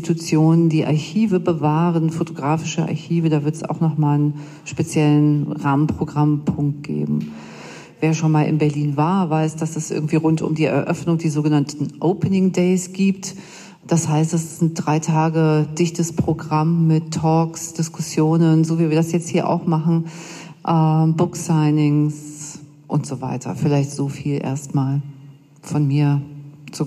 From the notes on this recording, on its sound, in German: Auszüge aus dem Podiumsgespräch. Im Rahmen der »Biennale düsseldorf photo+«.